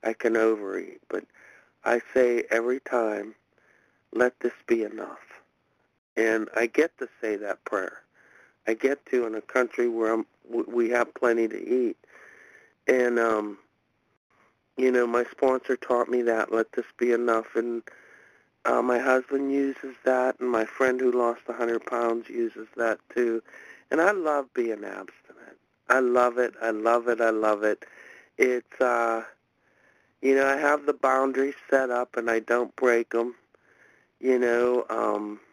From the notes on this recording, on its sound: From the 100 Pounders Phone Meeting.